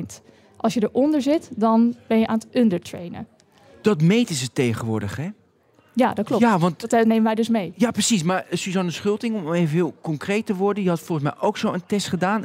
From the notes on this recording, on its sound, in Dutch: Live vanuit Papendal, op het evenement van OneXillium